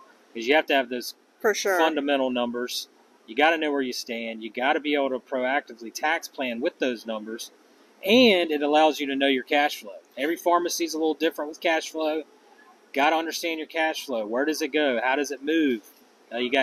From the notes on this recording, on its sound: Live from NCPA 2023. We’re coming to you live from the NCPA conference for our first ever live podcast!